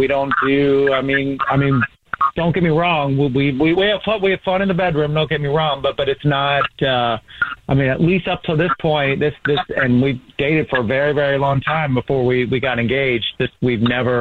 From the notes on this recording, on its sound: We have a listener who is on the phone